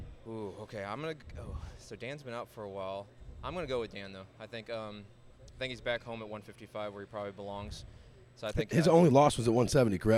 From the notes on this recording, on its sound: The Wright Lane went live from MMA promotion NFA NEMESIS X. The Wright Lane went live from MMA promotion NFA NEMESIS X. Here is a couple of interviews from the LIVE show.